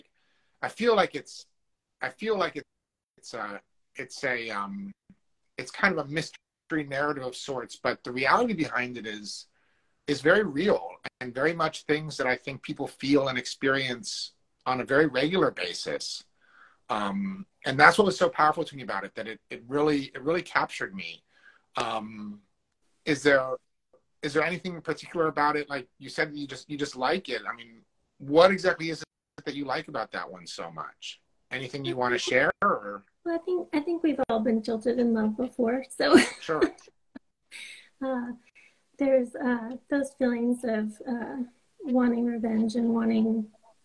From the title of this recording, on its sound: Instagram Live Interview